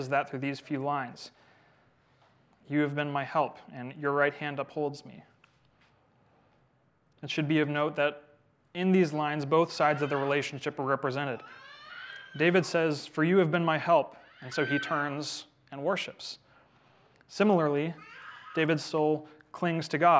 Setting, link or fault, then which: setting, large echoing room